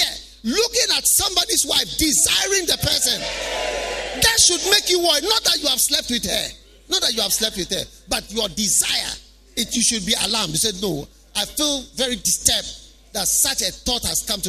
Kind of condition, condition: setting, live audience